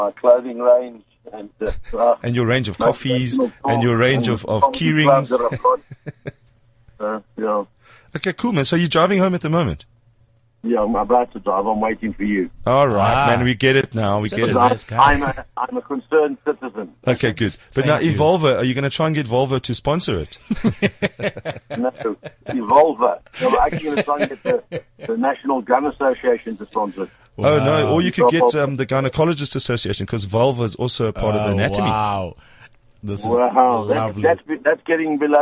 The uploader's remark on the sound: a surprise phone call